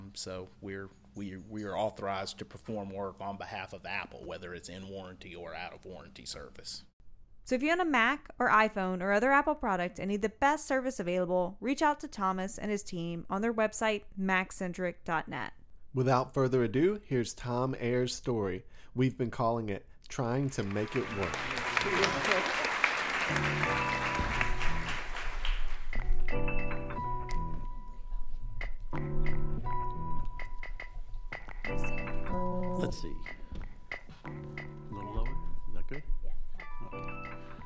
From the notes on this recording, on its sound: an entire night of live storytelling